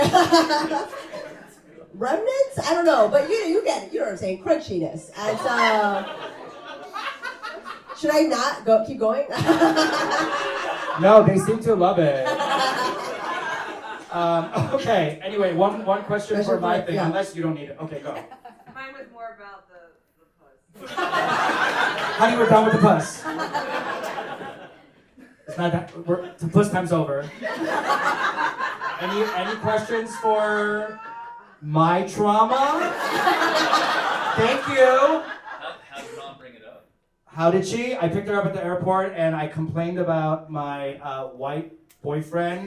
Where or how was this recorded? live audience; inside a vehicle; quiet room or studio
live audience